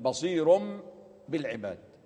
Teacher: فتنقلب النون الساكنة أو ينقلب التنوين إلى حرف الميم، وهو أقرب الحروف مخرجا وصفة للنون. · Term: الإقلاب